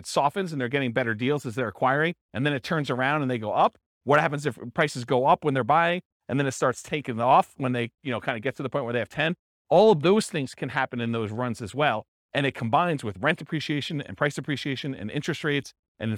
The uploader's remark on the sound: This was a live class recorded